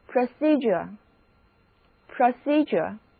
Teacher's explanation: 注意 D 在这里发 J